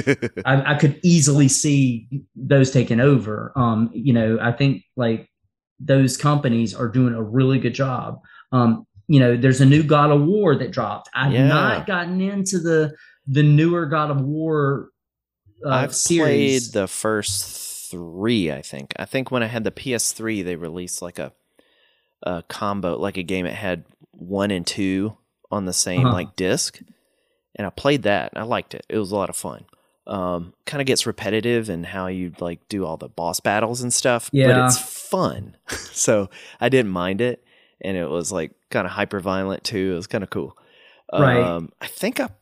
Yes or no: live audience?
no